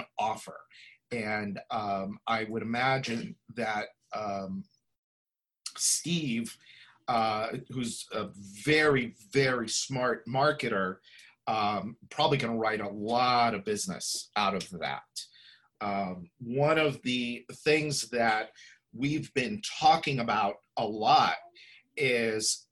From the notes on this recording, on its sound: Listen to this replay of the LIVE webinar